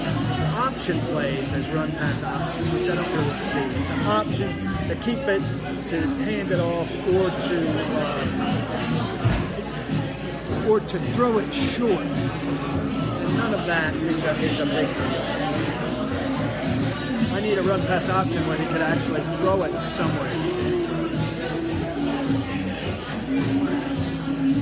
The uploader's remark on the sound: live from Old School in Cool Springs/Franklin